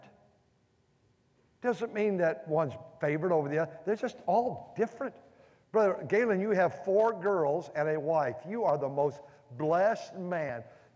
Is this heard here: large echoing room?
yes